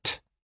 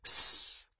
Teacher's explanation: Type is the difference between T, where your tongue blocks the air completely and then pops open, and S, where your tongue blocks the air slightly, allowing air to hiss out. · Term: manner